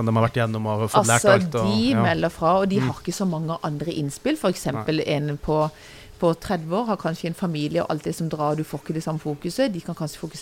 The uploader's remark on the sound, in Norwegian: En podcastinnspilling på loftet av Steenhuset i Arendal etter arrangementet. Denne episoden er altså spilt inn under Arendalsuka i august.